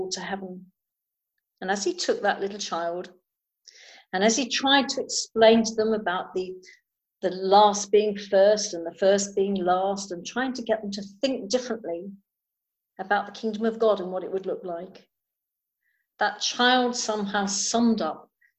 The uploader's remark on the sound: Recording of the zoom service on 29th March 2020